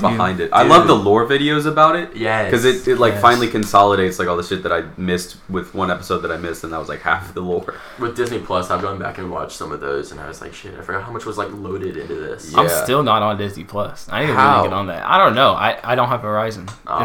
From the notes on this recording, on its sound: We jinxed ourselves on the mic quality, sigh...